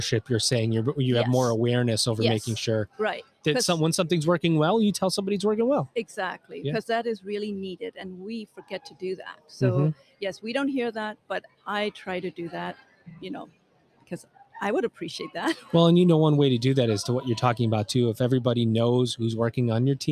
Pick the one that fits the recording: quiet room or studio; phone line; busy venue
busy venue